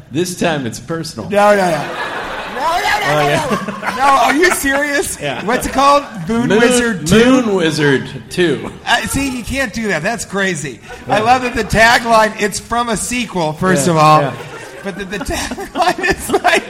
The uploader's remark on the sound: Live from Legends Mall